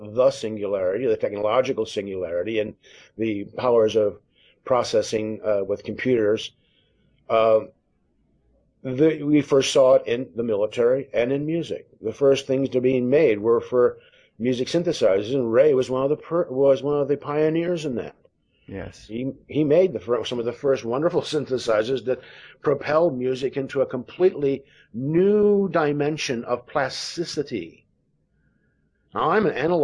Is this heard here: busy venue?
no